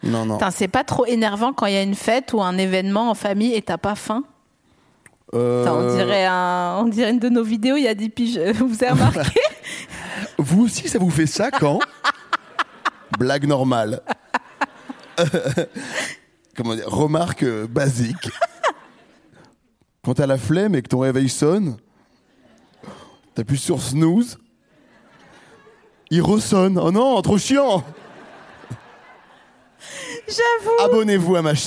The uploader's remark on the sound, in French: enregistré en mai 2022 à la Scala Paris